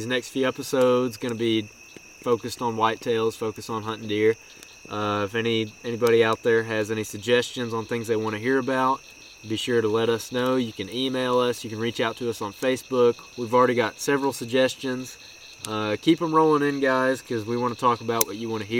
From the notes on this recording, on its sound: you'll be able to hear frogs, crickets and various other sounds of the woods at night!